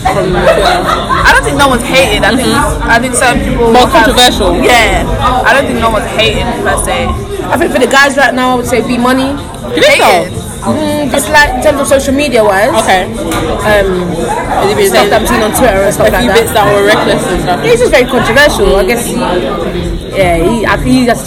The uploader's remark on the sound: Caught up with the cast of BkChat London before they went on stage at the Season 3 Reunion